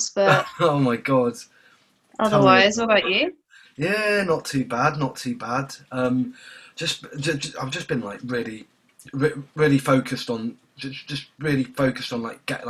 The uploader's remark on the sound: It was the first time I used Zoom to record the interview so that was really exciting and easy to use.